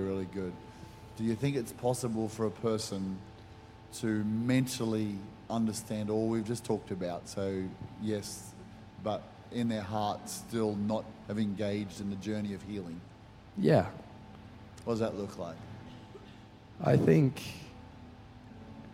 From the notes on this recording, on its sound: Recorded during our 5pm service on Sunday, the 3rd of September 2023.